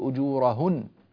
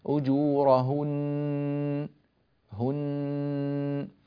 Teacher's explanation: تكون الغنة في الوصل وفي الوقف على حد سواء لها نفس الزمن · Shown in: second take